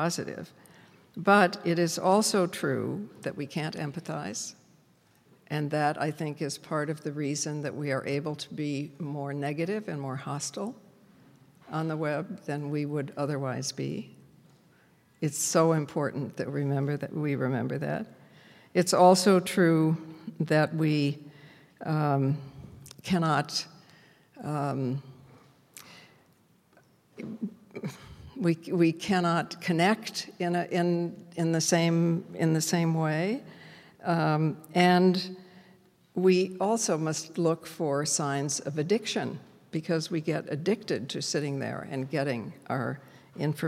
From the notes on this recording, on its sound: Was invited back to her alma mater Smith College to be part of the 2016 Presidential Colloquium. To a packed audience. This lecture was recorded on March 28th, 2016 at John M.